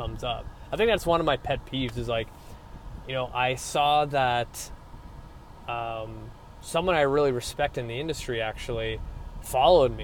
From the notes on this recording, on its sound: I jump back into my car vlog styled episode